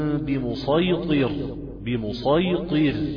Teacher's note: وتقرأ بالصاد في كلمة مسيطر في الغاشية، تقرأ فيها صاد خالصة من غير سين